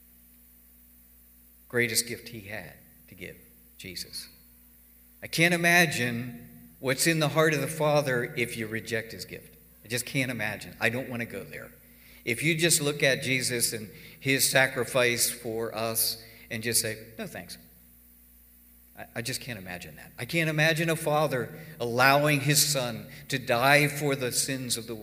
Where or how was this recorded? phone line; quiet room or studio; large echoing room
large echoing room